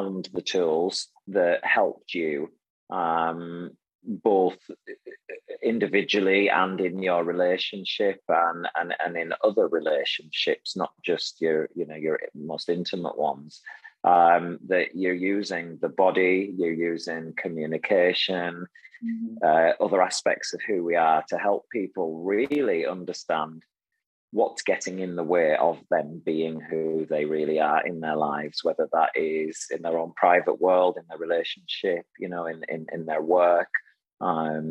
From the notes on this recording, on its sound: remotely so you'll notice a difference in the sound